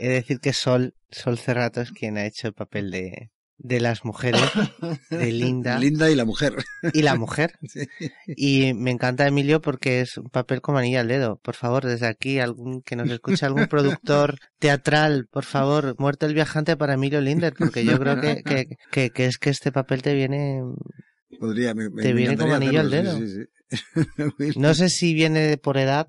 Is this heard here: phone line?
no